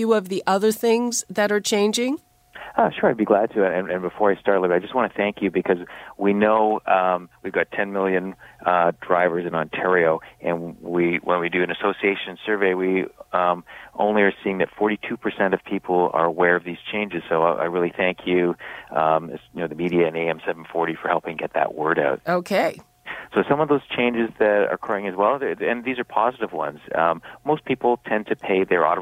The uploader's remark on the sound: we'll take your phone calls too